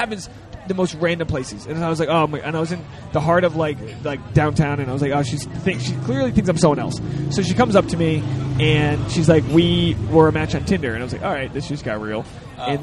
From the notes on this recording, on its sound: We recorded it at a bar in Los Angeles